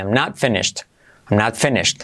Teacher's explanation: la T de not, fíjate que casi no se dice